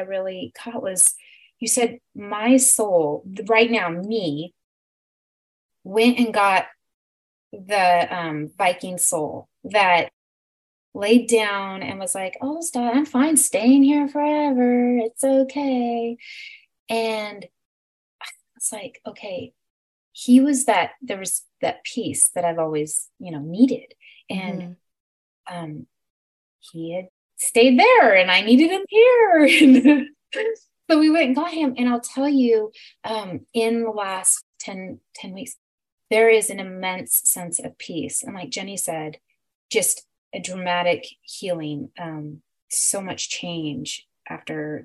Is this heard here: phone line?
no